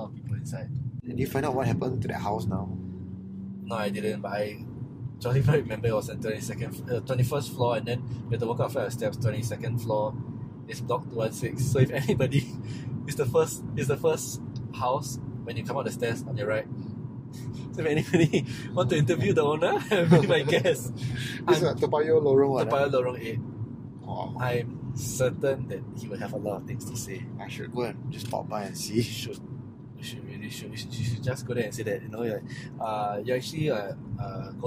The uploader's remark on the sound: This recording was done in his car while we were driving around.